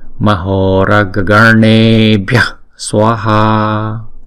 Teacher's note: Chúng ta đọc chữ hô này nè, chúng ta kéo dài hai nhịp ha.